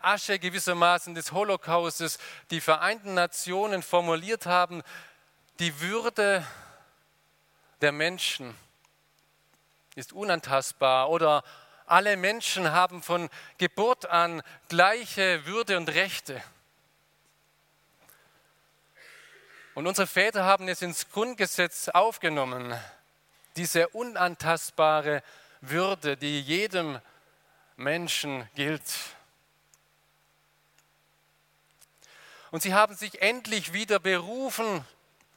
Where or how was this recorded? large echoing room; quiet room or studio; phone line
large echoing room